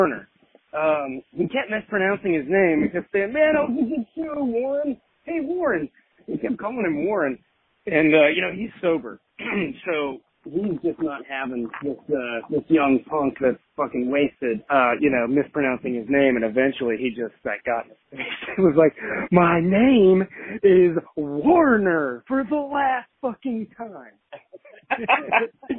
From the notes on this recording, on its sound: calls in to chat